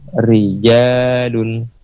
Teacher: ketika berbaris kasrah rijalun, tetap ada getarnya.